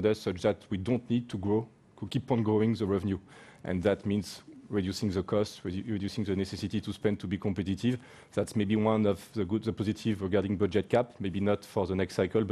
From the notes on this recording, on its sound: Baku Friday Team Principals Press Conference